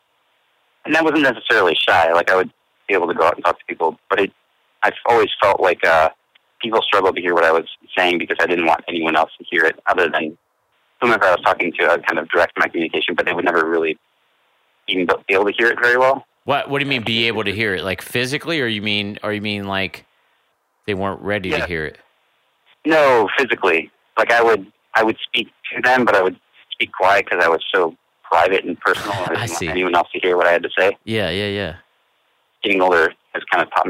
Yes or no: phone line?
yes